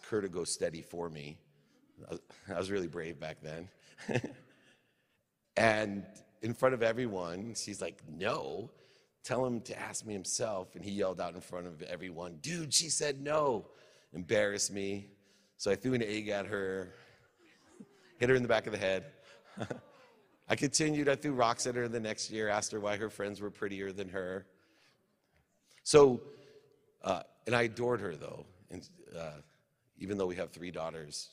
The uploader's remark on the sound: Today's episode is from a speech I gave earlier this year at the Grow For God Conference in Kentucky.